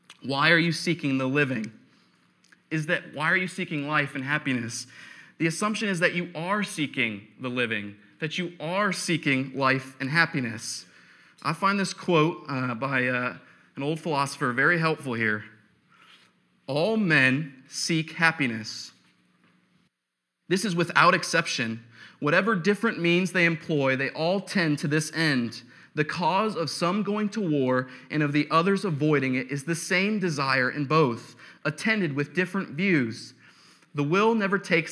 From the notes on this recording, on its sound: preached on November 8, 2015 at Veritas East